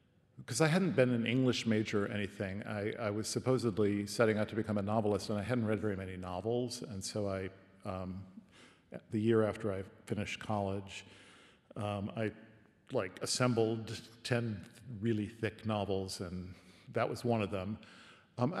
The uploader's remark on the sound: This podcast was recorded at The Capitol, Melbourne. Presented in partnership with RMIT Culture.